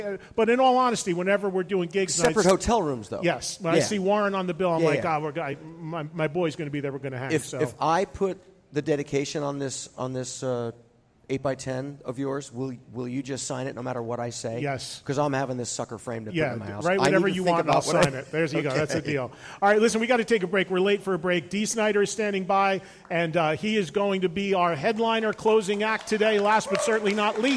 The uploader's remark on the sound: Recorded in front of a live audience at House of Blues in Houston, T.X.